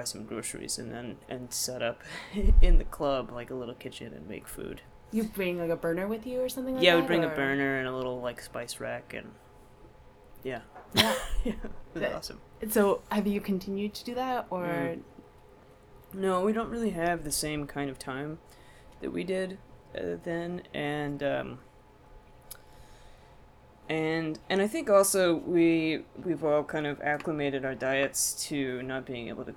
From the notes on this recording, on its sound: Recorded 6/20/2015 at the Sinclair in Cambridge, MA